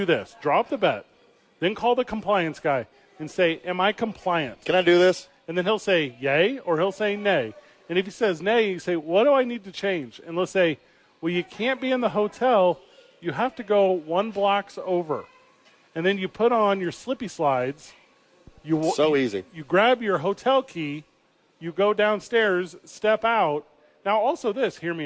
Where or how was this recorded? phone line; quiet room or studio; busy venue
busy venue